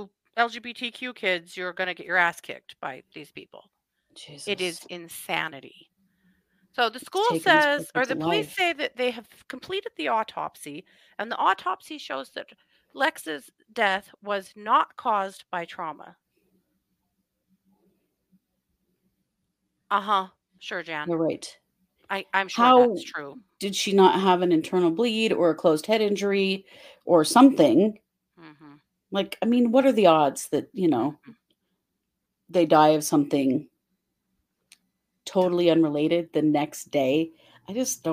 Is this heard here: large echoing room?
no